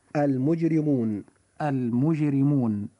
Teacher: كلمة المجرمون حرف الراء جاء فيها مكسورا فوجب ترقيقه فتنطق هذه الكلمة هكذا المجرمون.